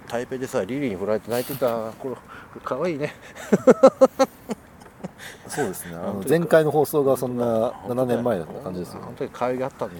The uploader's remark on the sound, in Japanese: 札幌大通り公園にて行いました。